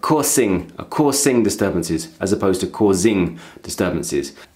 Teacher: some of his Z sounds sound more like S's